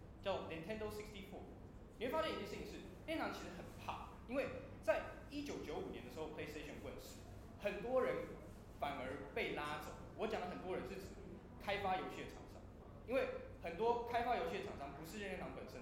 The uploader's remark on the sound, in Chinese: 應台北千禧扶輪社邀請演講。做媽的我親自錄音下來分享給大家。